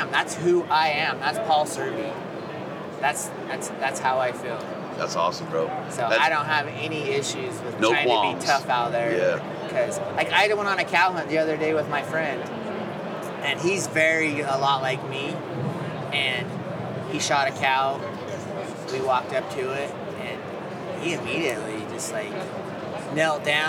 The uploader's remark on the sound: Continuing with the live recordings from Western Hunting and Conservation Expo in Salt Lake from the Initial Ascent booth!